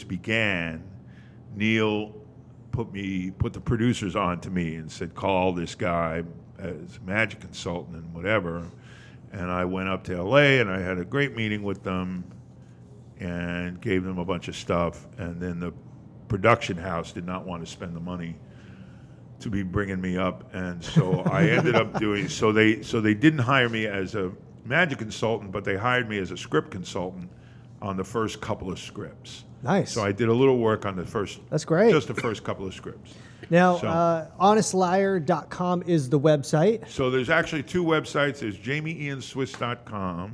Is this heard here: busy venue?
yes